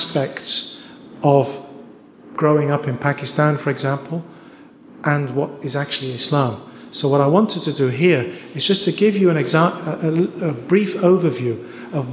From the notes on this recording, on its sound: This episode is a recording of an event held in Glasgow, Scotland in July 2018